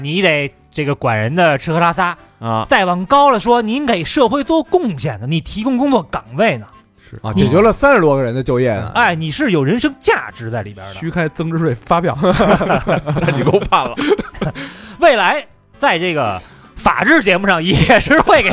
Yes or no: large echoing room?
no